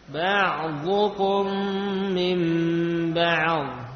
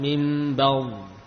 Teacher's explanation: diupayakan ain betul-betul kita lafadzkan, tidak langsung melompat ke dhad · Shown in: first take